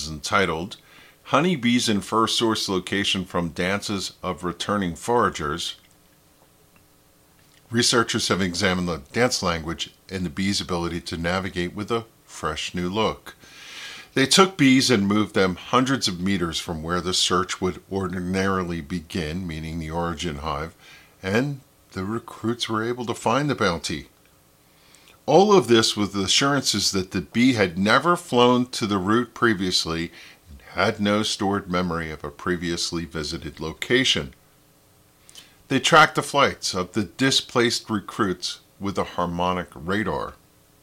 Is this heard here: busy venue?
no